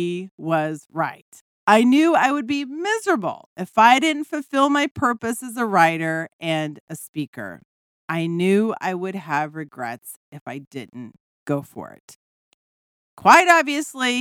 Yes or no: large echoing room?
no